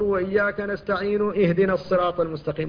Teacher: وهنا لا بد من التنبيه على أن بعض الناس يخطئ فيها، فبعض الناس يثبتها في الوصل فيقول وإياك نستعين اهدنا الصراط المستقيم، وهذا خطأ، لأنه حقق الهمزة التي هي همزة وصل فقطعها، أتى بها همزة قطع